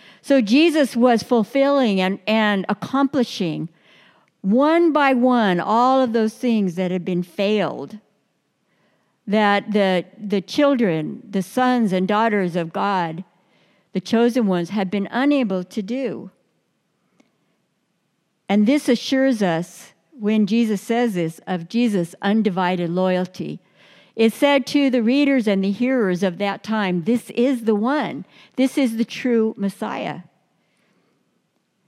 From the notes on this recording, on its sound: Delivered during the Traditional Worship service.